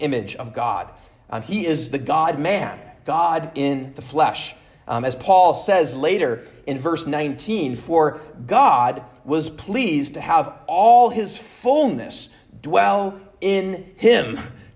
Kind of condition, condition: setting, large echoing room